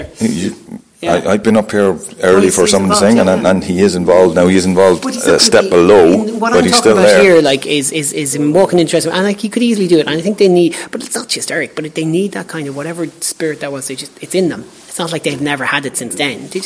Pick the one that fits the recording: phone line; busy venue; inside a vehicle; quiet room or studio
busy venue